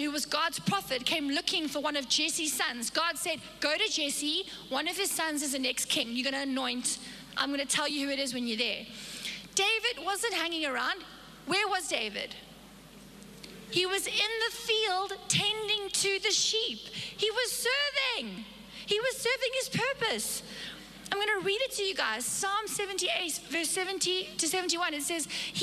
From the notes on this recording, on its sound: Recorded live on Sunday the 3rd April 2022